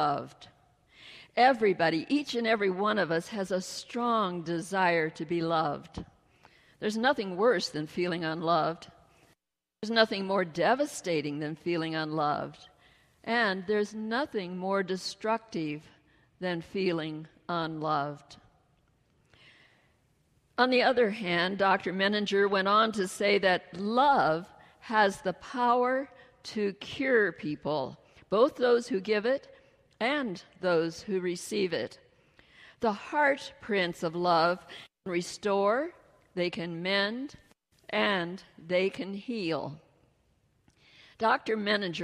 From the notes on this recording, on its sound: Message delivered during the Traditonal Worship service.